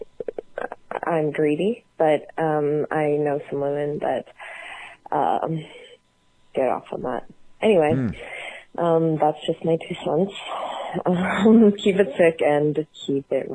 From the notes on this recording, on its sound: Phone calls.